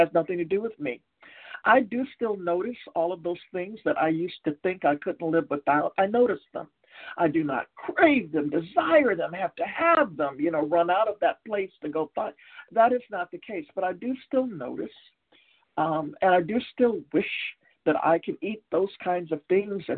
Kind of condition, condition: link, phone line